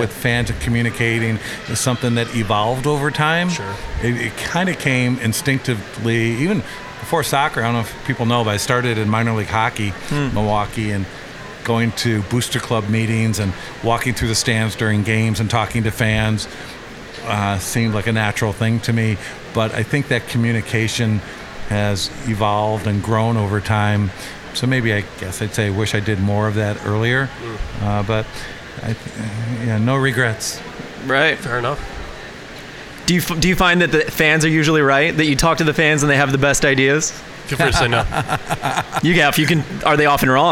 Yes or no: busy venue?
yes